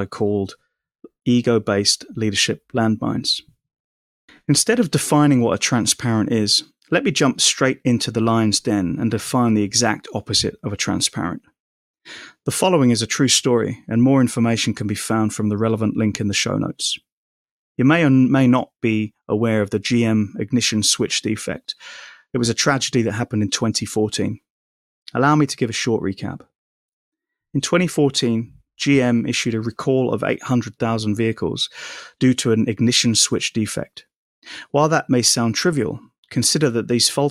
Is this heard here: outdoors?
no